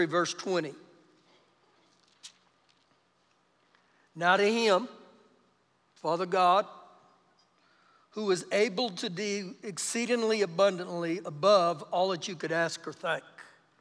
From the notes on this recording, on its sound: Recorded live during our Sunday morning service